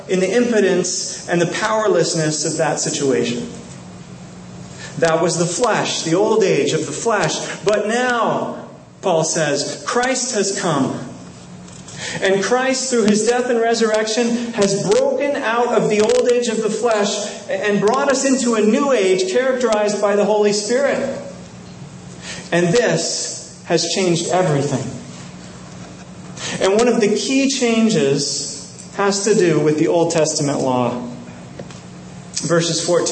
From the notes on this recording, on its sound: Sorry about the audio quality of this recording